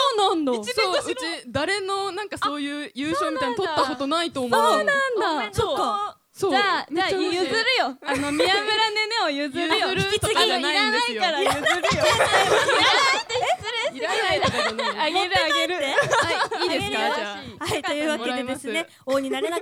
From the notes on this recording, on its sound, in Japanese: BPMの主催ライブイベント「どどっとドットvol.14」で行った公開収録パートの模様もお楽しみ頂けます。